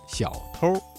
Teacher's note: 小偷一词的偷加了一个卷舌音日，发生了语流音变，形成了儿化音